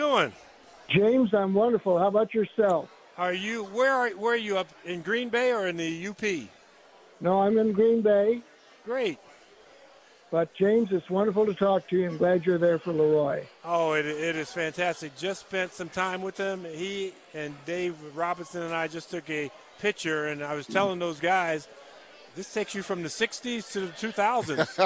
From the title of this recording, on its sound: Live From Canton Ohio Home of the NFL Hall Of Fame